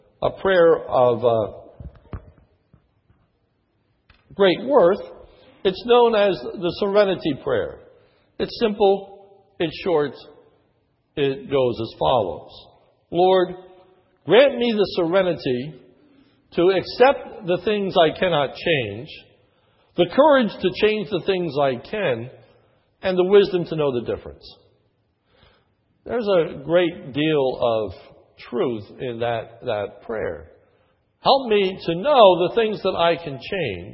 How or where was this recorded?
large echoing room